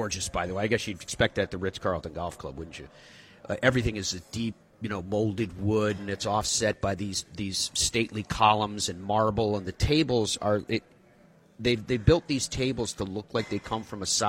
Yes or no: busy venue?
yes